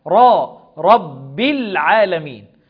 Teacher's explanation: رب العالمين، الره مفخمة لأنها مفتوحة، را، رب العالمين.